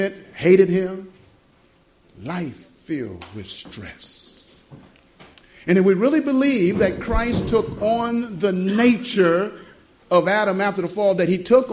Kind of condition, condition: setting, live audience